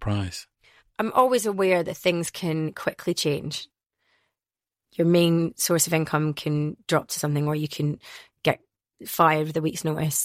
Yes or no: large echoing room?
no